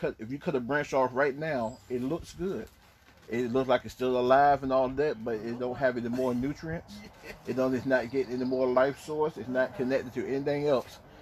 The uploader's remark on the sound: Faith Temple NFCOG Sunday Morning Outside Service May 31, 2020